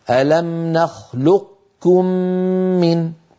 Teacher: الإدغام الناقص فيه، وذلك بتبقية صفة الاستعلاء